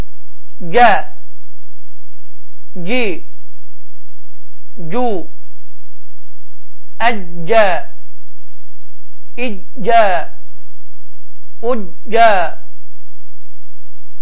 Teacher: Dilimizin ortasını yuxarı damağa şiddətli bir şəkildə və hava axınını tamamilə dayandırmaqla Azərbaycan dilində olan c səsini verən bir hərfdir.